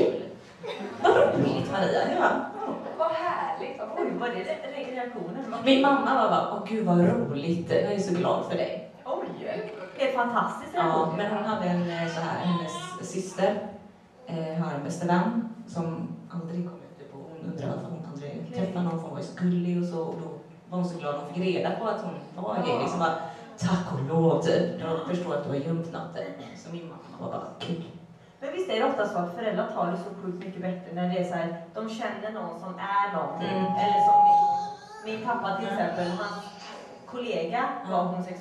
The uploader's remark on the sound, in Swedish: Vår första live-pod på West Pride 2014 i Göteborg. Ni får även höra publikens egna komma ut-historier. På grund av strul med ljudet så är den första minuten av poden inte med. Och ha överseende med ljudkvalitén som inte är den bästa.